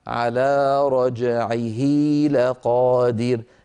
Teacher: ولاحظوا أن قبلها فتحة وبعدها فتحة، قبلها متحرك وبعدها متحرك، كذلك الأمر لو تابعنا التلاوة على رجعه لقادر، عيه أيضا هذه ضمير ومفرد غائب مذكر ووقعت بين متحركين لأن العين متحركة واللام متحركة، فأشبعنا يعني طولنا كسرة الهاء فتولد منها ياء منطوقة ليس لها صورة في الخط · Term: مد الصلة